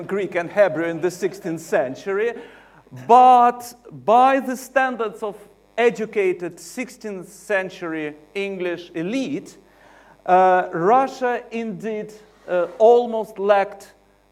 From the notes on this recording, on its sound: UCL Lunch Hour Lecture